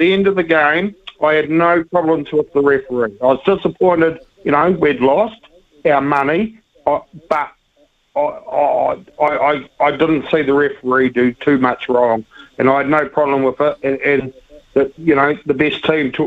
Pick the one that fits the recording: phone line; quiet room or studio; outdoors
phone line